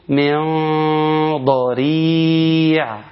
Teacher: الغنة لازم تكون مفخمة في حكم الإخفاء · تغن بمقدار حركتين وتكون مفخمة